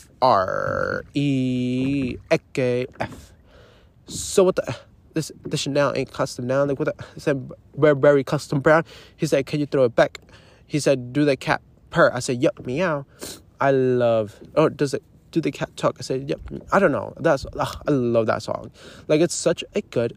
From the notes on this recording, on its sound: literally live from my paddleboard